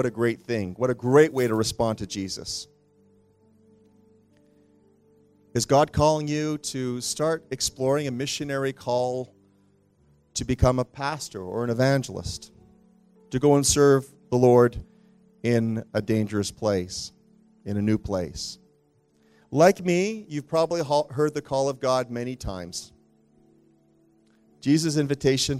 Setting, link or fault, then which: setting, large echoing room